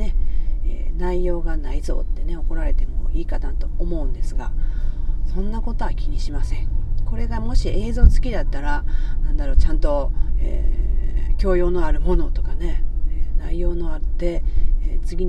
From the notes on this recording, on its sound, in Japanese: なんと島根県へ一人旅に向かう途中のサービスエリアの車中で収録しております。